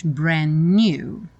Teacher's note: E nem pronuncio o D, já junto os N's.